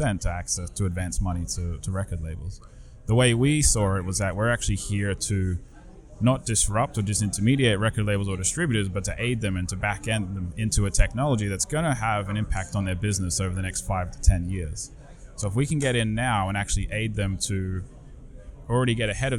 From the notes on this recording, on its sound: MidemTectonics coverage. Recording interviews on the spot in Cannes!